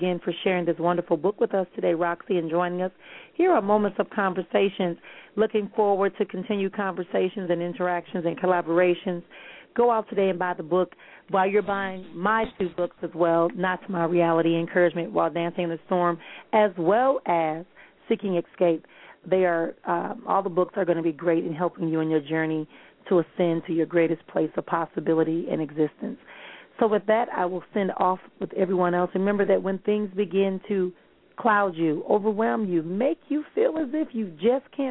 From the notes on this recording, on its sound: callers may call in with questions